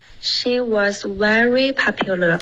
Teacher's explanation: Very 的 v 下唇碰上齿，别发成窝。